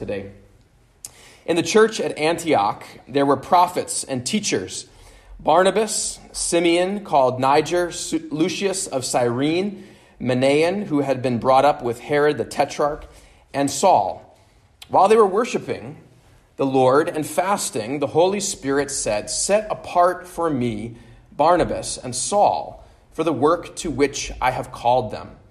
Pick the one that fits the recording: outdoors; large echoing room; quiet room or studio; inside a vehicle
large echoing room